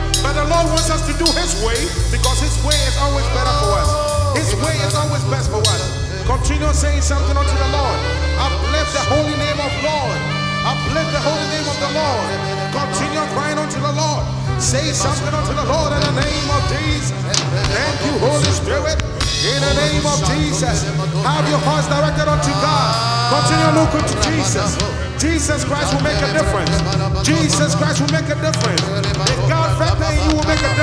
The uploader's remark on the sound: Be blessed by the live recording coverage of our Live 4 Christ Annual Event 2k15.